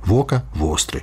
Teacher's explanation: Прыстаўны «в» перад «о» ведаюць беларуская і верхнялужыцкая мовы